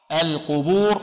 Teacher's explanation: القبور اللام فيها مرقة والقاف مفخمة والباء مرققة